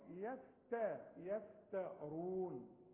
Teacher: الراء تخينة رو، إنما قبلها الحروف مرققة، يفتى يفترون.